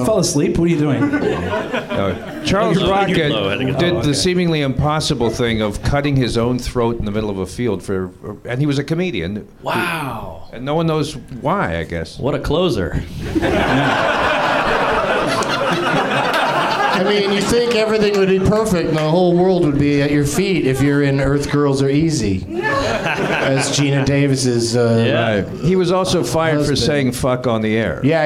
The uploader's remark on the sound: Live from the NerdMelt Showroom in LA